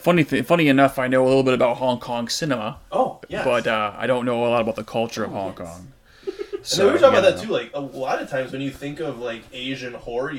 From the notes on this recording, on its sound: We ran into some audio difficulties this week